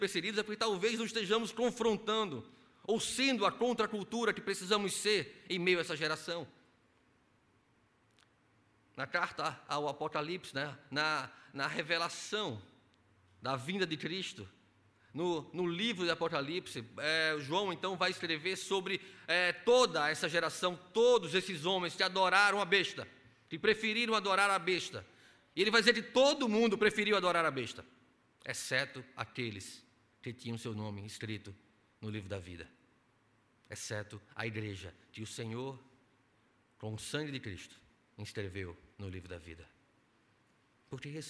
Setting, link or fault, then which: setting, large echoing room